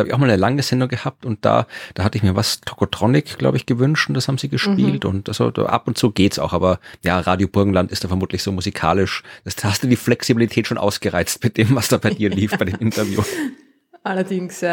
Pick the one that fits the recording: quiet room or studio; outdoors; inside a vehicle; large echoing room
quiet room or studio